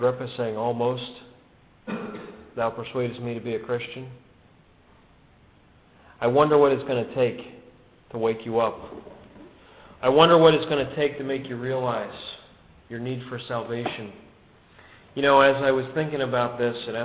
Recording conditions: large echoing room